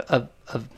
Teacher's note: 最后是 V，上牙出下唇